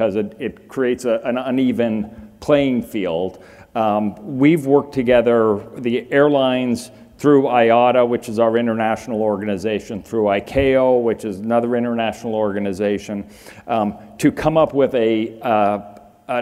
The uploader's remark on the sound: The best of live interviews from GreenBiz events.